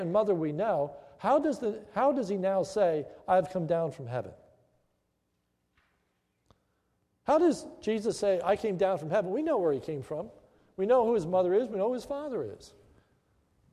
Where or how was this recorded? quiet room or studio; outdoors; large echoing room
large echoing room